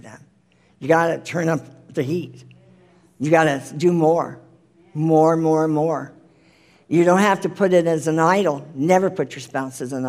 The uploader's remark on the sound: The full replay of the LIVE Rejoice Pompano Bible Study.